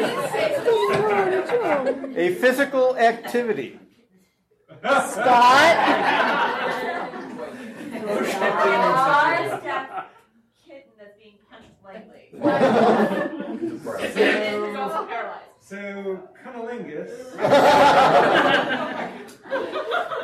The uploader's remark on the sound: Balticon Bonus Episode. Turn sexy scenes into hilarious mad-libs with the help of the audience.